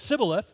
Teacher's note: People from Ephraim couldn't make the sh sound when they said Shibboleth, so what they said was Sibboleth.